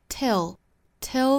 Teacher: 这个 till 不要发成了紧音的 till 哈，应该是 t e e till till the day that I found